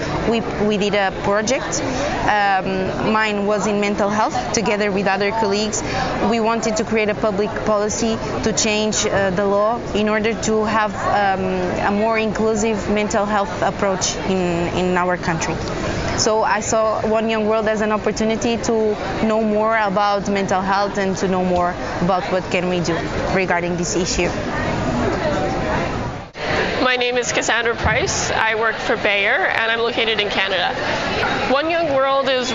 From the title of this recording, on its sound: Live from One Young World Summit